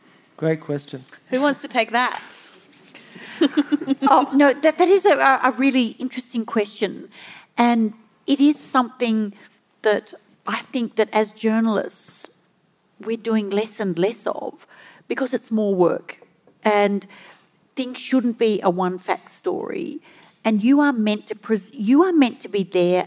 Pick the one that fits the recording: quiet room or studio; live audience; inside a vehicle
live audience